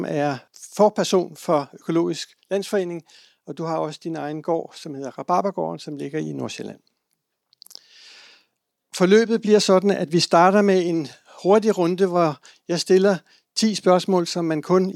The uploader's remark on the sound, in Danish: podcast optaget i Informations Forsamlingshus